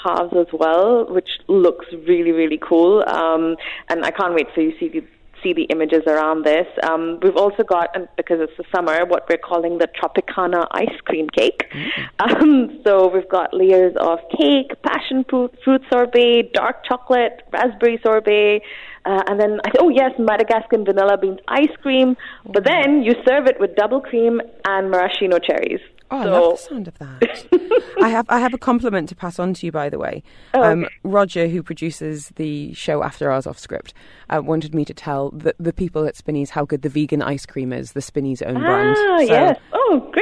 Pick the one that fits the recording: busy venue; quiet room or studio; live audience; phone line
phone line